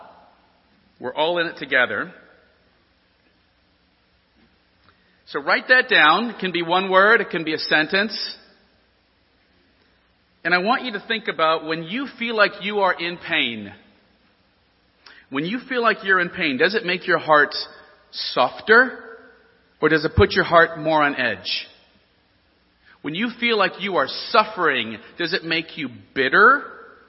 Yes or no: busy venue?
no